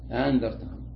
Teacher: قال وإبدال الثانية ألفا، الثانية ما تنطقها همزة، تنطقها ألفا، سواء عليهم أأنذرتهم، تنطق الأولى همزة والثانية ألف، أأنذرتهم.